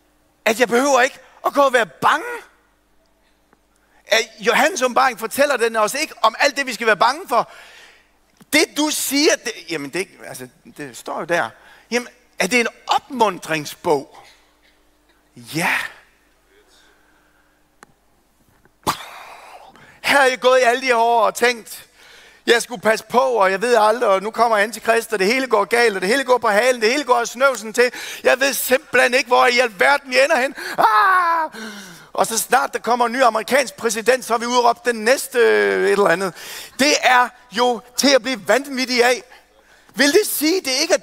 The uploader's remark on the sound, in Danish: undervisning fra mandagens første Keynote-session